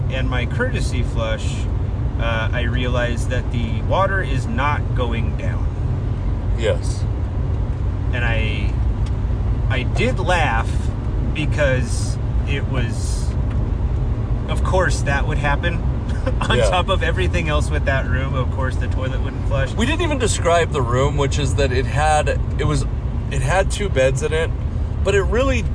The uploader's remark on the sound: We performed in Pasco, Moses Lake, and Bigfork, Montana, and had some mishaps along the way, including nearly hitting deer on the very drive this podcast was recorded.